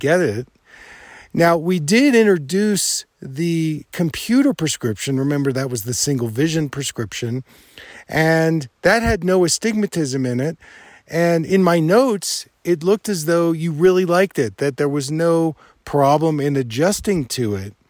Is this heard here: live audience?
no